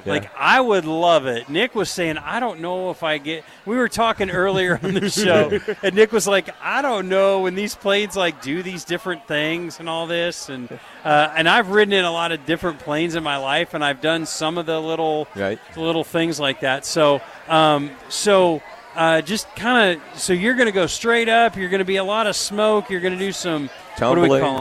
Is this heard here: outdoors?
yes